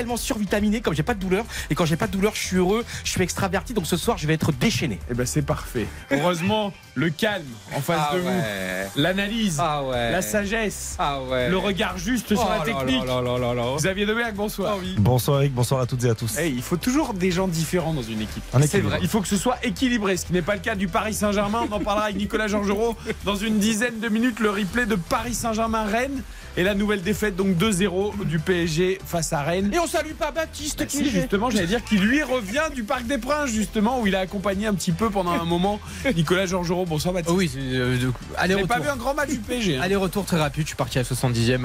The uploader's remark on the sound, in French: Pour trois heures de direct. En direct de Auguste-Delaune.